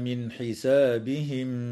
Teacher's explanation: تظهر النون الساكنة عند الحاء في قوله تعالى: من حسابهم